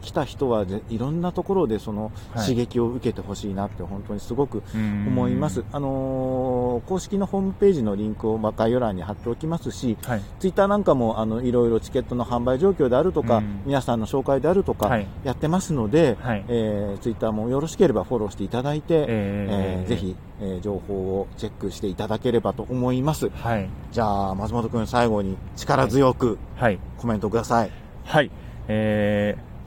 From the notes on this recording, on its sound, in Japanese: 夜の公園で収録しました！